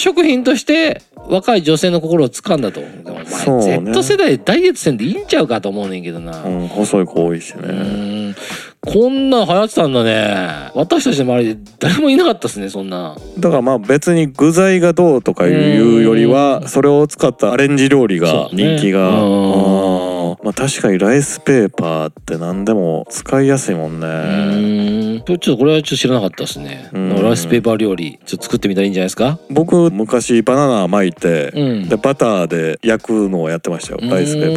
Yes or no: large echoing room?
no